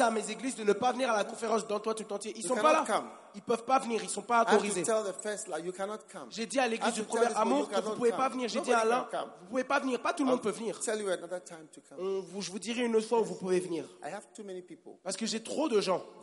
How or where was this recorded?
live audience